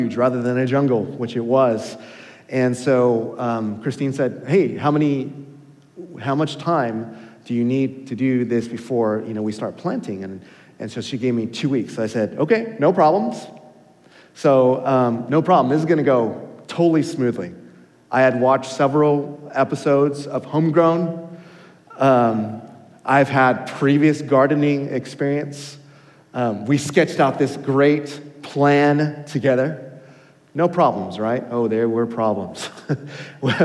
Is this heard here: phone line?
no